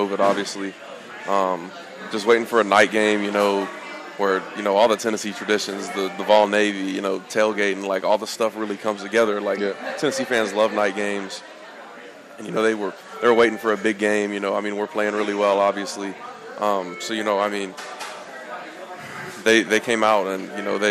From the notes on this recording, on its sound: Tennessee Prime is live from Gus's World Famous Fried Chicken.